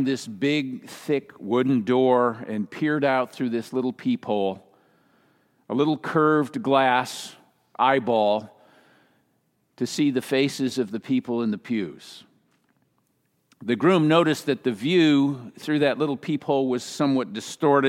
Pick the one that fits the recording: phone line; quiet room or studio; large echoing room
large echoing room